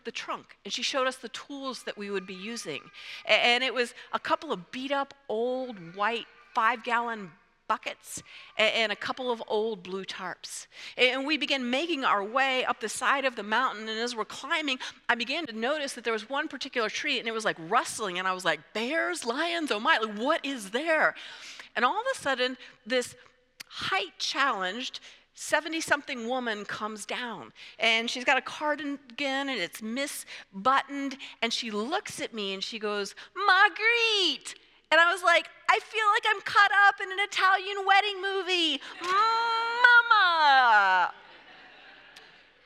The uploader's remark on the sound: presented by Asbury Seminary Kentucky Chapel, recorded on Tuesday, February 27, 2024 at Asbury Theological Seminary's Kentucky campus